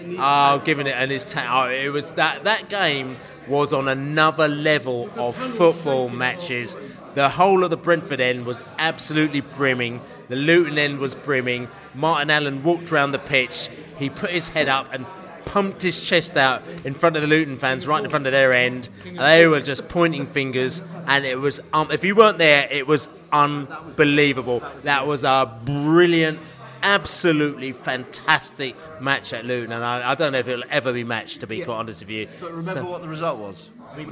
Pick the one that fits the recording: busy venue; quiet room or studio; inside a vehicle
busy venue